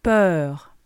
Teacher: es un poco como la E, pero vas a adelantar un poco los labios